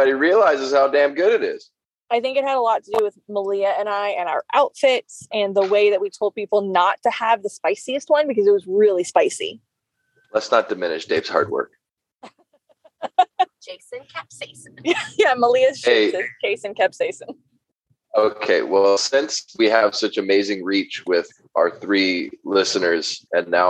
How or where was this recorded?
inside a vehicle